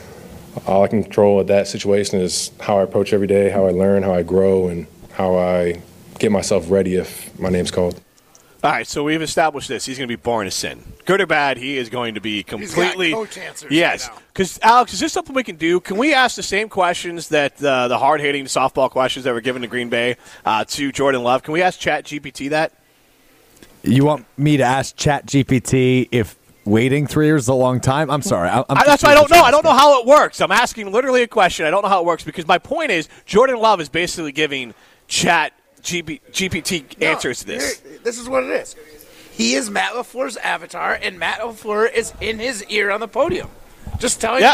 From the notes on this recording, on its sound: live at University Ridge Golf Course